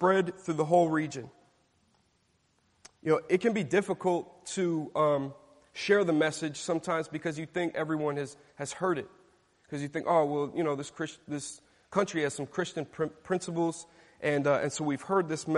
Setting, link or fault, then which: setting, large echoing room